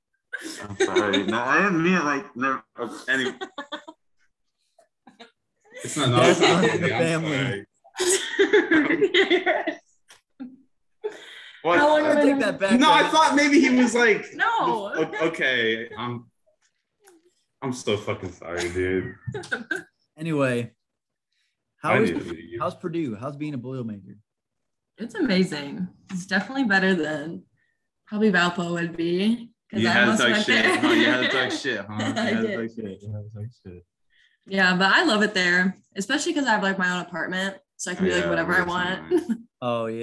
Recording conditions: video call